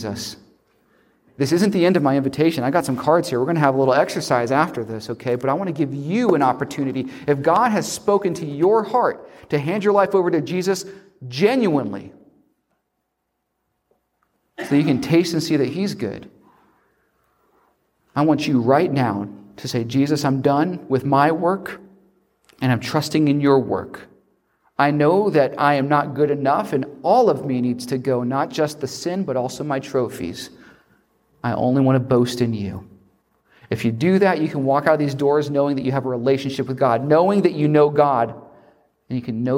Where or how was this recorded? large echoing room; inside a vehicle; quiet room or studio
large echoing room